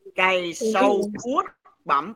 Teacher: cái tiếng cuốc có nguyên âm đầu uo